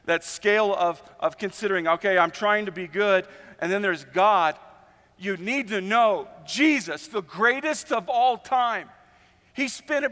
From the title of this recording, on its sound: Easter at the Civic Center